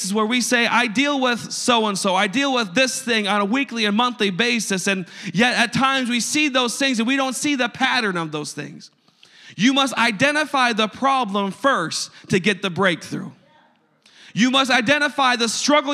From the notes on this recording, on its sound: a service recording from Connect Point UPC